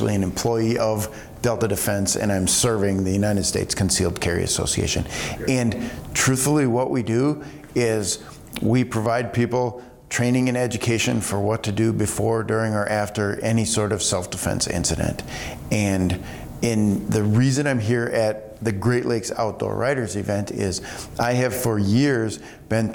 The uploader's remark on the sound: joined us at the AGLOW conference in Bemidji